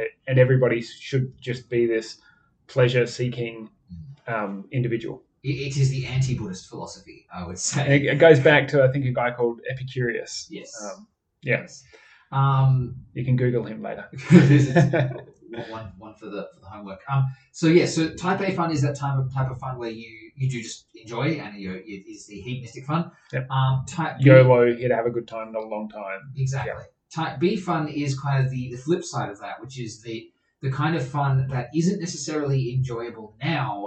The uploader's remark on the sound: This is HOPEFULLY the last episode with bad audio quality